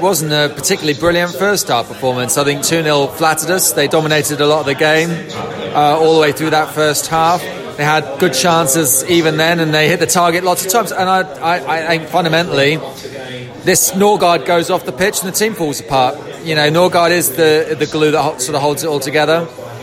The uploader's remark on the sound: post-match podcast from the pub